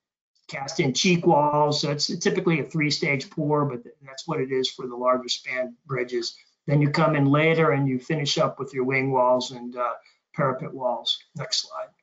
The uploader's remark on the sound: This is an audio version of the webinar.